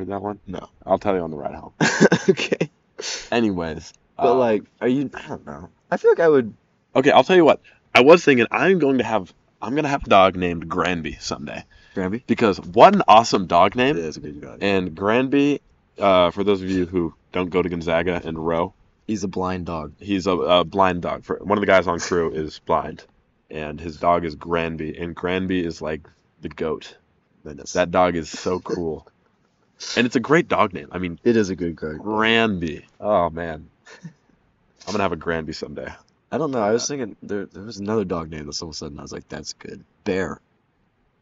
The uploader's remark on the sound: This was recorded outside so there may be wind.